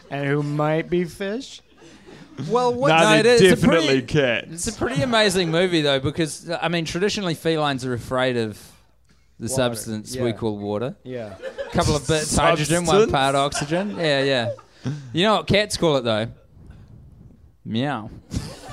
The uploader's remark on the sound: for a live LA show